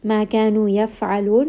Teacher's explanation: fa is going to have humps. So it is going to have a little bit of air come out when you say it. And then when we stop here, this will be a 4-count mad.